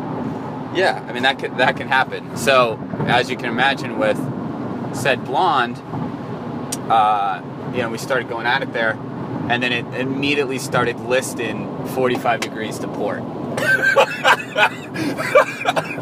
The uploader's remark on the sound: This episode was recorded from the road on the way to our annual offsite in Tahoe. FAIR AMOUNT OF ROAD NOISE AND GPS DISCUSSION.